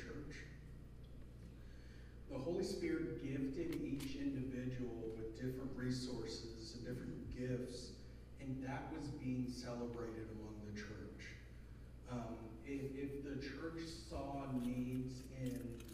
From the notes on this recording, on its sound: Sound quality is low.